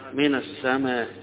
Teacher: يبقى ليه القصر والقصر والمد، وليه القصر والمد في آخرها الإشمام، يعني يدي حركة بسيطة للكسرة اللي في آخرها